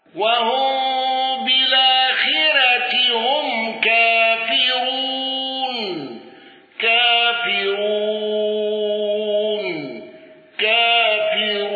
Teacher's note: بقصر البدل وترقيق الراء المضمومة وثلاثة العرض